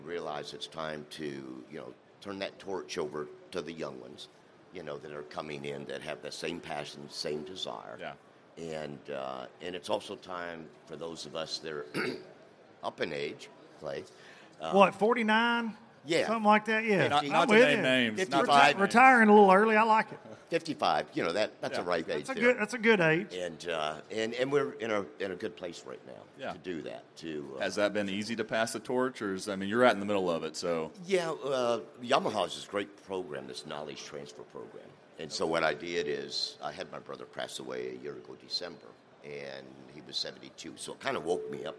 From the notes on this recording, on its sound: Xpress Boats at the Bassmaster Classic! LIVE from the Bassmaster Classic. From the Xpress Boats booth from a brand new H18!